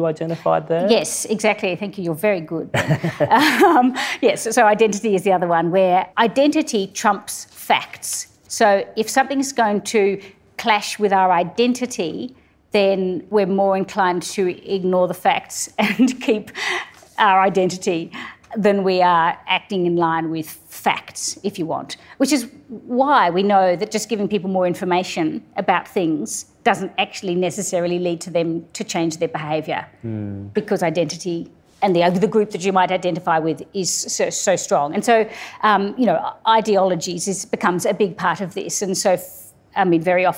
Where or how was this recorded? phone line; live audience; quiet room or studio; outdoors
live audience